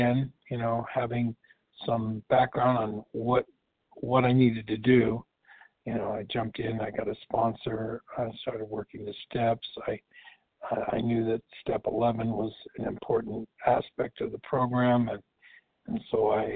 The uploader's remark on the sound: qualification from the 100 Pounders Phone Meeting